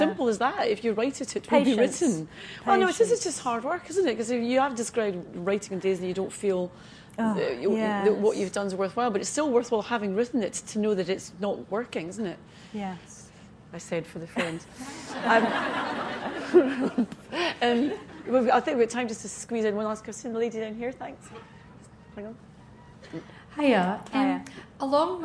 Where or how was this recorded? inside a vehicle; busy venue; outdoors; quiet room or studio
busy venue